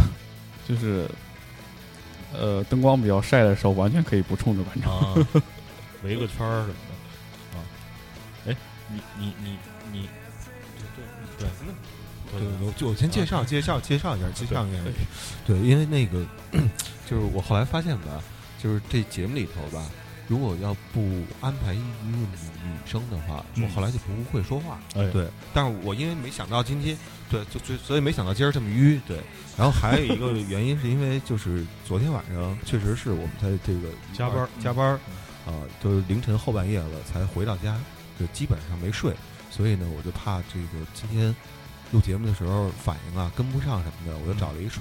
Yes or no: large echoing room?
no